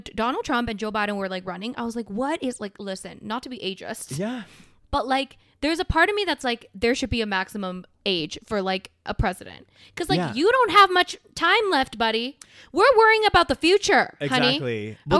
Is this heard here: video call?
no